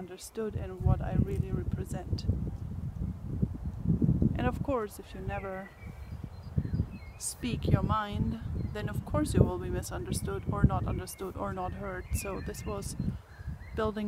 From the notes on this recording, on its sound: I promise I will take care of the wind noise problem though.